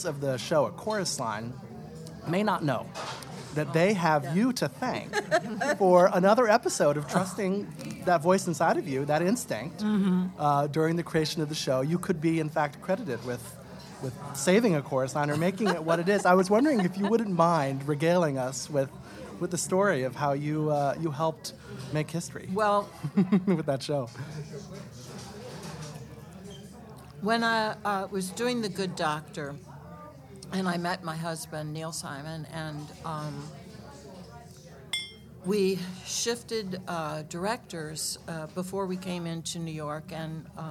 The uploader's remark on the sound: Coming to you live from Orso restaurant. While we eat some great food.